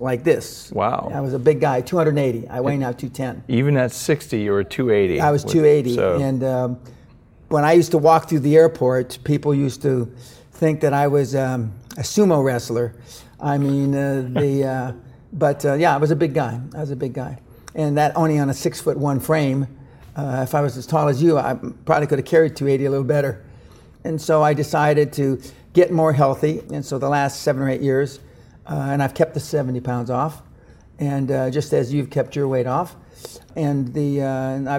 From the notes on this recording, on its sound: This is a special in-person interview shot live from the 2014 Bulletproof Conference!